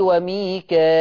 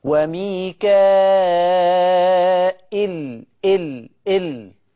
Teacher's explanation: الأدائيات ما اسمعش حد يقول لي وميكائيل، لا مفيش ياء بعد الهمزة · Shown in: second take · وميكائيل ال ال، يبقى أنا بمد مد متصل وميكائيل.